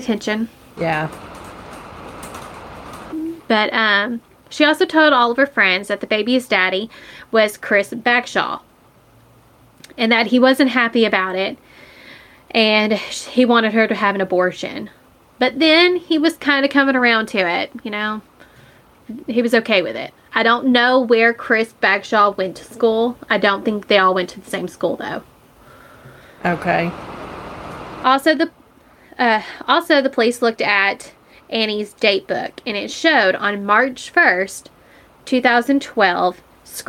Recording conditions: background noise